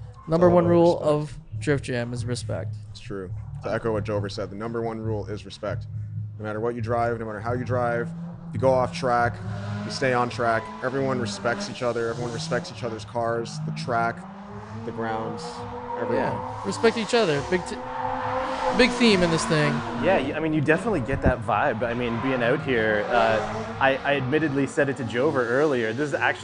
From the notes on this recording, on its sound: I'm live on location at Drift Jam